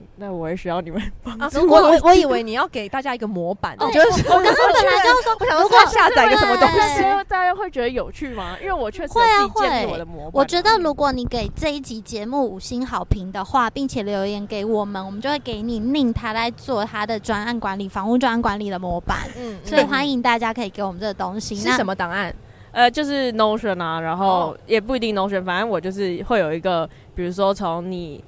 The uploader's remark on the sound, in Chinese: 本集在有風的天臺錄製，會有飛機起降的聲音哦～